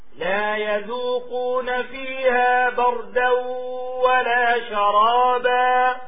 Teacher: الباء مفتوحة لا تقلقل. لو كانت الباء ساكنة تقلقل، لكن الباء مفتوحة والراء ساكنة